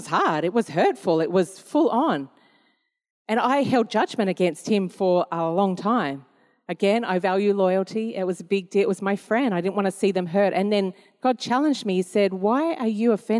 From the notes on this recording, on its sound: This was recorded in our 9am service on the 18th of December, 2022